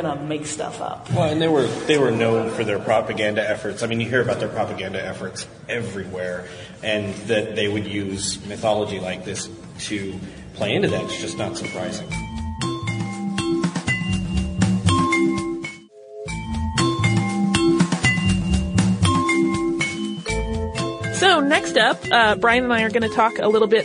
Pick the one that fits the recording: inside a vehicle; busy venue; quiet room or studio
busy venue